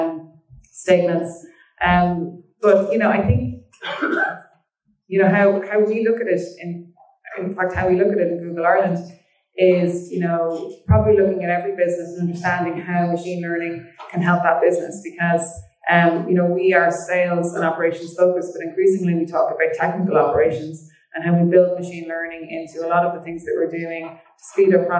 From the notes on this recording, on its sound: Apologies for audio quality